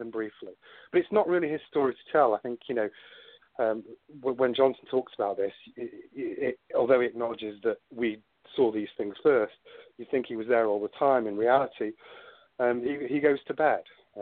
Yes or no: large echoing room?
no